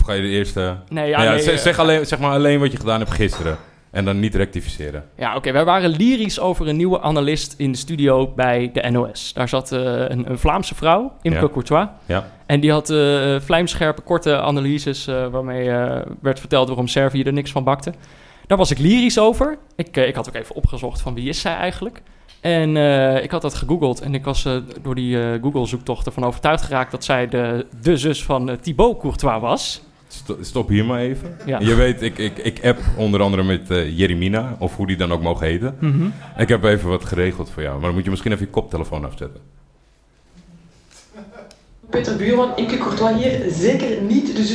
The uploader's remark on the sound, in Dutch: In de zaal zitten duizenden mensen